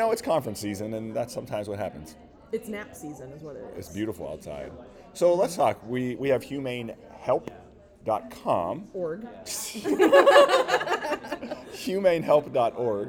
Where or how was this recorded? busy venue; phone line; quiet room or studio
busy venue